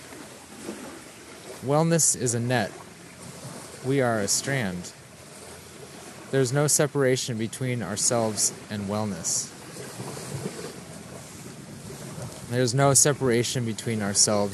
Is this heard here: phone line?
no